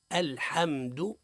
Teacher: ويقع الخطأ في الميم من أوجه قلقلتها، وكما نعلم أن الميم ليست من حروف القلق، قل الحمد لله، هذا خطأ، الصواب هو الحم أم من غير قلقلة، الحم الحمد الحمد. ويقع الخطأ في الدال من أوجه تمطيطه مده